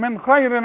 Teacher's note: وما تغنيش النون اللي بعدها الخاء دي